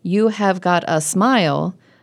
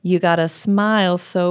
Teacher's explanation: what happens naturally is that it becomes, You gotta. And the stress is on smile. · Shown in: second take